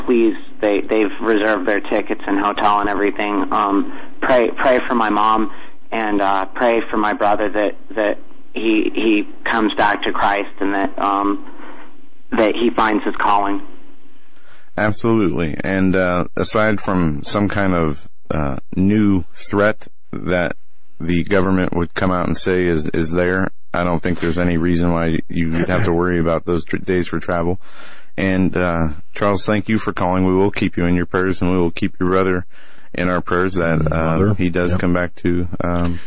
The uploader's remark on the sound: Open Phone Lines